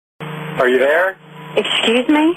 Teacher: It's very drawn out, and, you know, it almost sounds like they're singing a song · Term: Southern twang